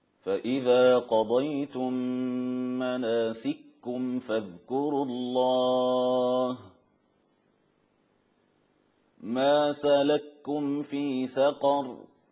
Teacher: الإدغام الكبير في كلمة واحدة للمتماثلين